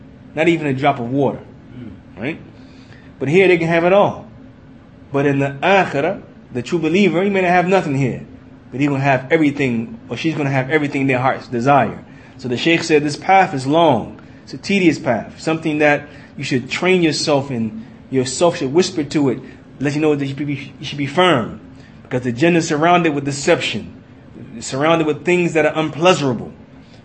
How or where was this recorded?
large echoing room